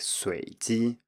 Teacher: both students failed to rise on the first tone and said something like suiji, which sounds more like a low tone